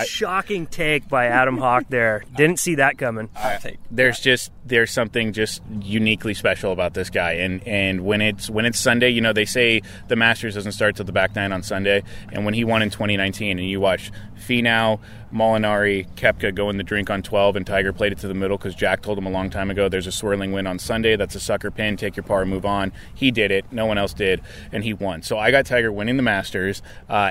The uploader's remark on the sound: Live from Lake Forest GC! Their 9-hole Mustache Match live from Lake Forest GC.